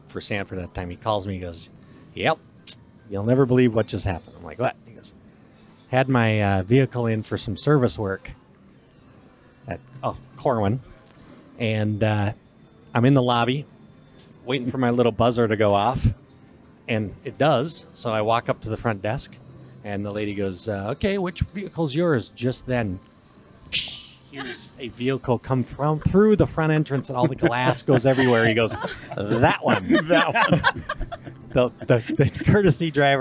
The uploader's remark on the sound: we broadcast live from the Dakota Magic Hotel & Casino in the Dakota Nation Sports Book